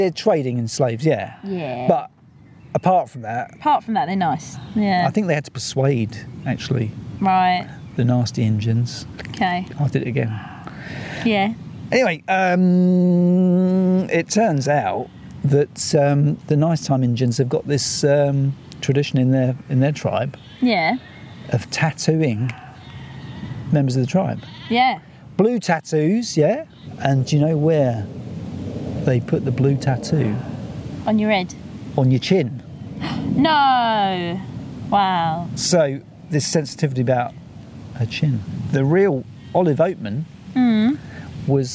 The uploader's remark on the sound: a hot summer's ramble near Piddington with sheeps